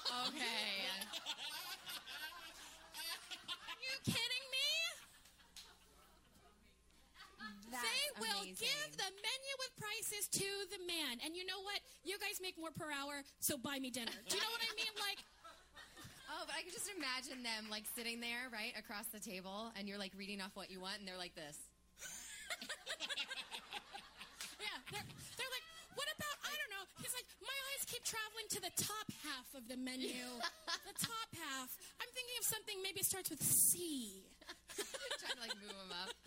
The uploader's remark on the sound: 10K Dollar Day is LIVE at The Triad Theatre in New York City!